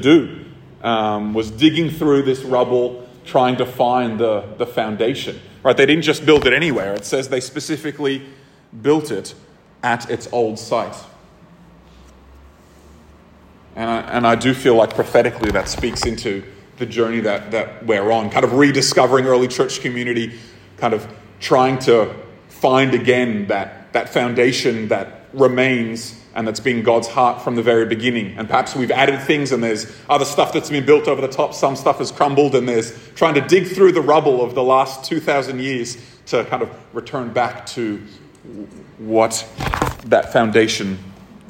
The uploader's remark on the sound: This episode was recorded at a Thrive Community gathering on 13th August 2023.